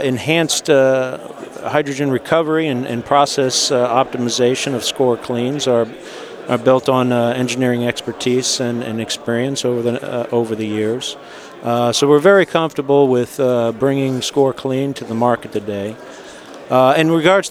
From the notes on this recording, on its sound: Live at AFPM.